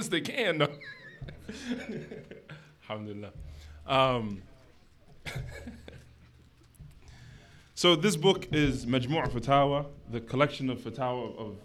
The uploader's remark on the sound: Lets the audience ask some questions for him to go over.